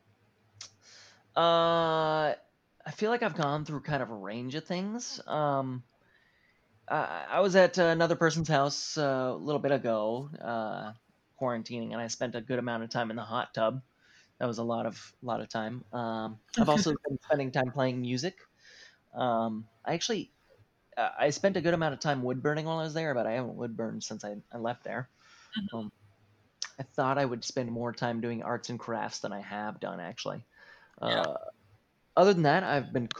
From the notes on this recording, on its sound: we are slowly but surely working on getting any technical issues worked out, so thank you for patience